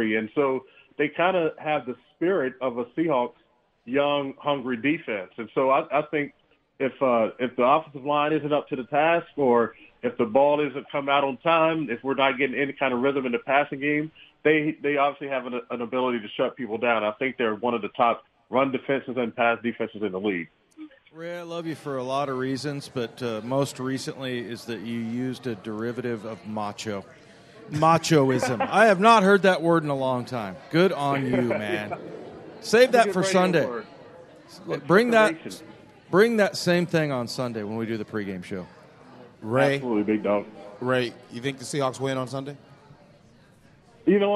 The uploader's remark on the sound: Seahawks Weekly live at Pearl Bar and Dining